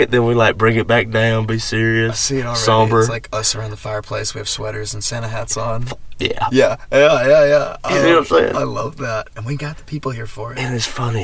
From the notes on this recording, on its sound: This episode was recorded in a car in the parking lot of Munson & Brothers.